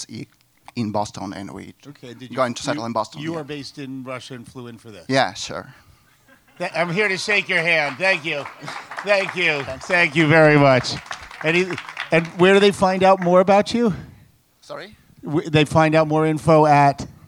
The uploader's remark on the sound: SF MusicTech Summit. All members of the audience were welcome to come on stage and give an up to one minute pitch about their product, project or organization.